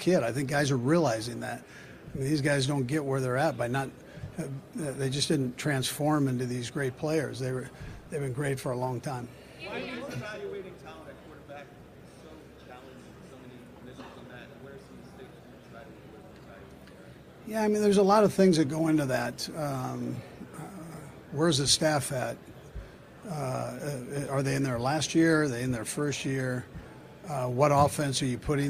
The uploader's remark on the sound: live from the NFL Combine